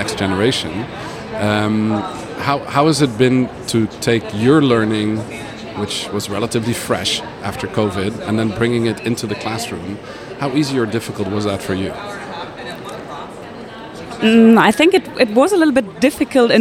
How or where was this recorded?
busy venue